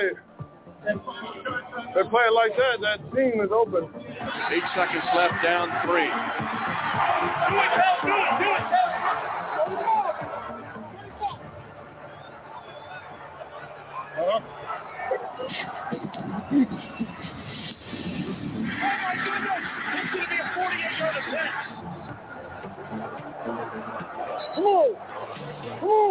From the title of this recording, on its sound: Live At The Sports Attic